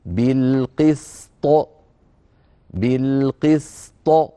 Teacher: من غير أن يؤثر ذلك على السين قبلها، هكذا بالقسط بالقسط، فنبين السين ثم نأتي بالطاء مقلقلة · Term: قلقلتها